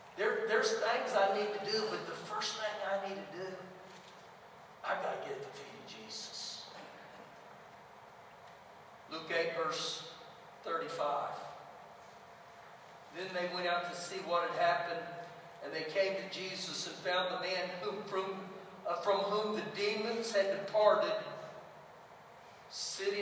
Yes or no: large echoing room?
yes